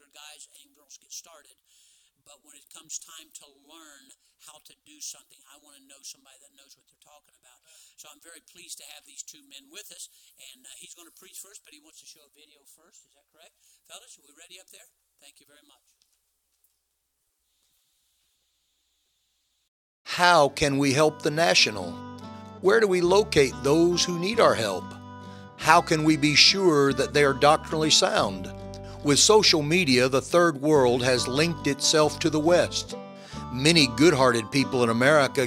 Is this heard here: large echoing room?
yes